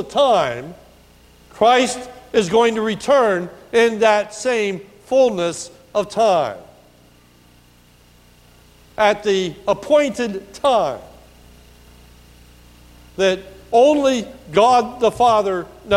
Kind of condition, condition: setting, large echoing room